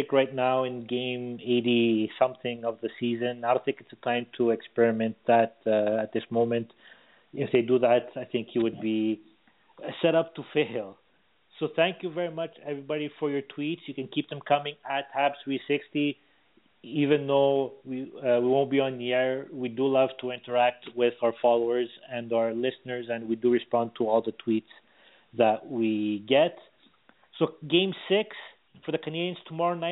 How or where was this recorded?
phone line